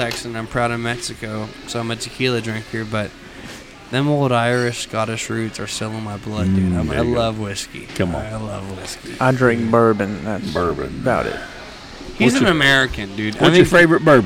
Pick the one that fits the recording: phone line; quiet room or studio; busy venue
busy venue